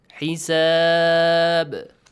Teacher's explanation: When you stop here, the tanween of ba changes to sukun and the letter ba is a sakin ba. And the rule qalqala, echoing sound, must be applied here.